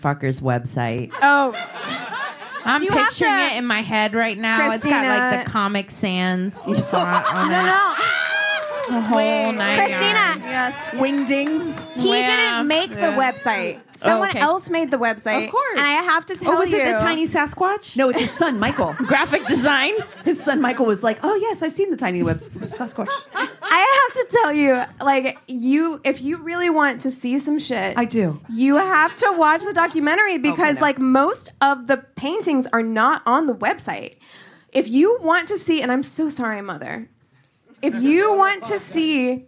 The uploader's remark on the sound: We've chosen to release the audio from our live show at the Dynasty Typewriter in Los Angeles.